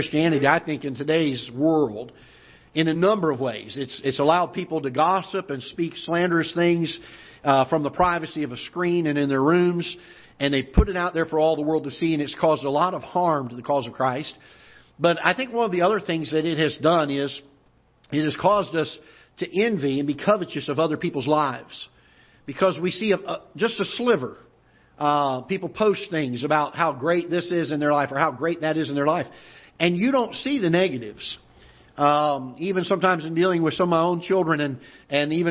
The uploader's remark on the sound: Ketha Heights Baptist Church ~ Live Broadcast.